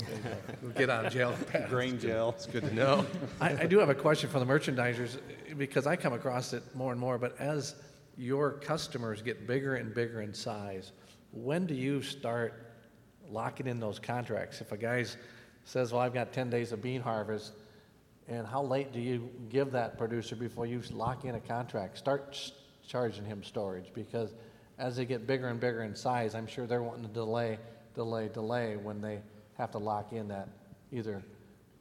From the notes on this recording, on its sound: Live from CEC. This episode is a live recording of the panel.